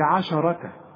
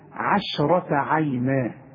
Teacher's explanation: رقق لي العين، رقق لي الشين، فخم للراء، رقق لي التاء المربوطة · Shown in: second take